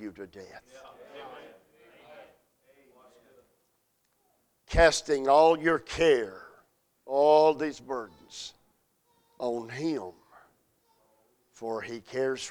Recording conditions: large echoing room